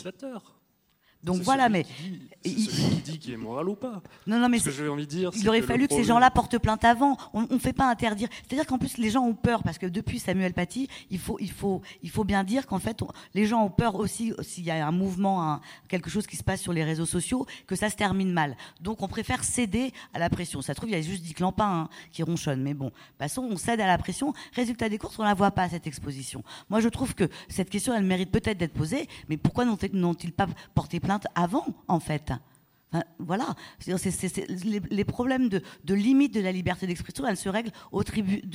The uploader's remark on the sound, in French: Une table ronde suivi d'échanges avec le public